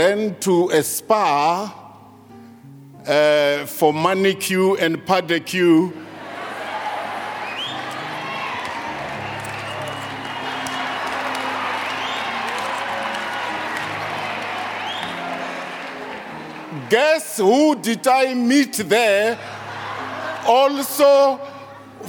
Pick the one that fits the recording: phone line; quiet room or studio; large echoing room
large echoing room